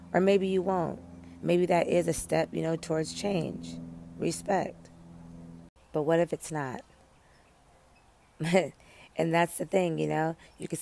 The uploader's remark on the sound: Live from the Peace of Outside.